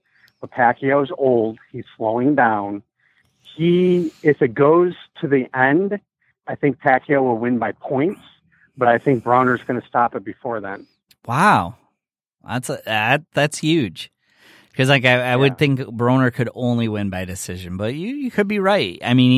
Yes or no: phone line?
yes